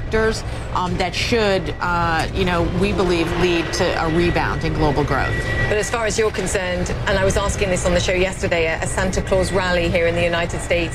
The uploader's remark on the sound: live from the New York Stock Exchange.